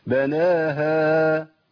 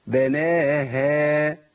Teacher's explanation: فخمنا الهاء لان الالف يقبل التفخيم لكن الهاء لا تقبل التفخيم · Shown in: first take